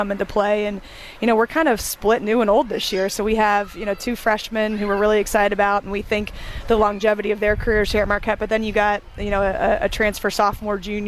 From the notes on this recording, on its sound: LIVE at the Marquette Block Party on Central Campus